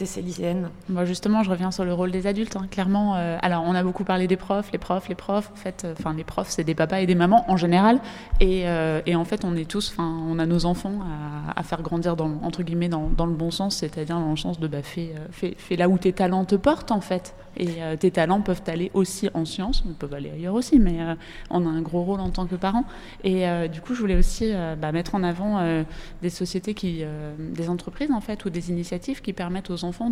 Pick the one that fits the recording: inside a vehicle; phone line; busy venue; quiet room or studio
busy venue